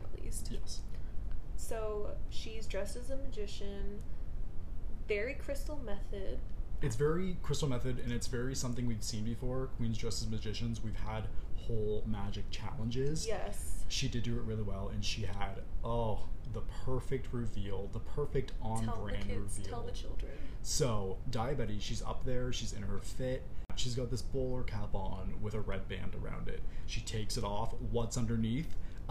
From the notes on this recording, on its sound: Please excuse our technical difficulties during this Ep